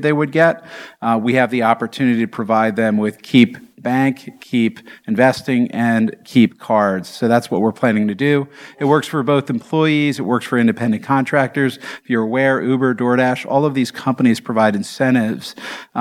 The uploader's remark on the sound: This recording is from Fintech Nexus USA (formerly known as LendIt Fintech USA) held at the Javits Center in New York City on May 25-26, 2022.